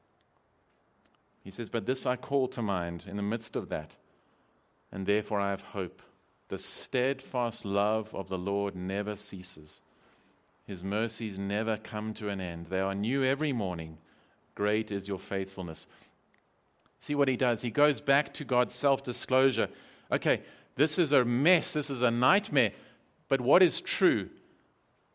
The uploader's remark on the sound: Preached at Living Stone Bible Church, Fourways/Bryanston, South Africa.